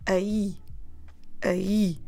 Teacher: we have to split it into syllables because of the accent, and we actually pronounce aí, aí, stressing the last bit